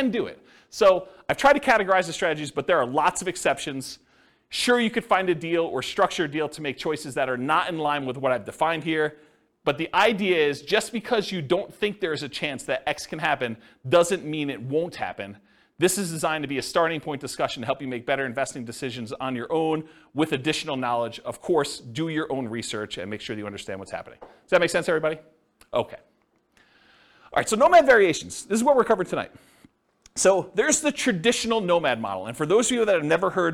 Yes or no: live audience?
yes